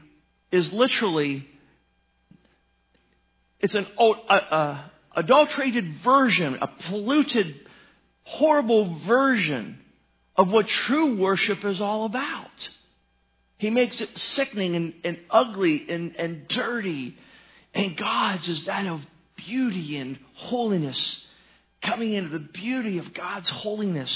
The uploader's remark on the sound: At Northside Baptist Church of Elkhart, Indiana.